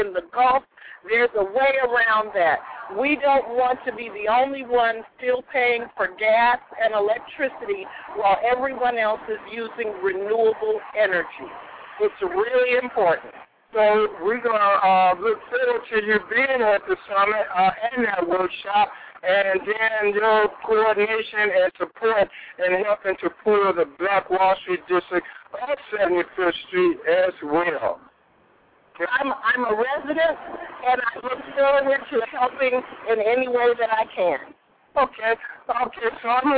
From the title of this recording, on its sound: we broadcast "LIVE" from The Brown Sugar Bakery